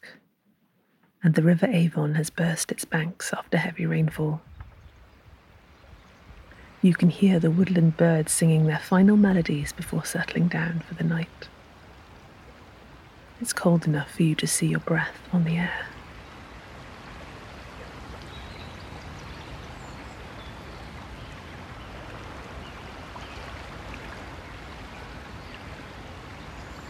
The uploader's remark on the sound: an evening chorus of birdsong on the River Avon near Bristol